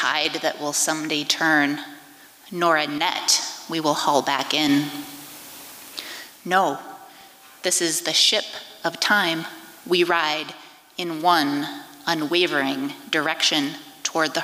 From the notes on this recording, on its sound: recorded at the Liberty Theatre on Friday, February 24th, 2023.